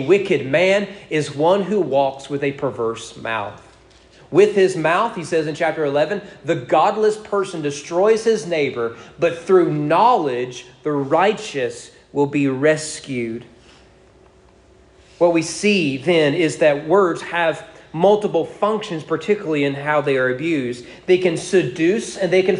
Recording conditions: large echoing room